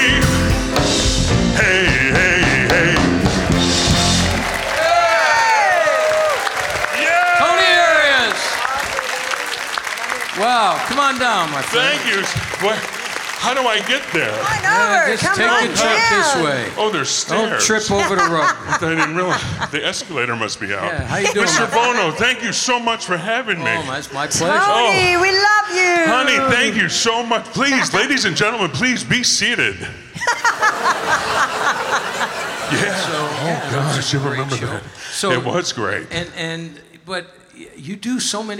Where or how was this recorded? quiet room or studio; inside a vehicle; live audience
live audience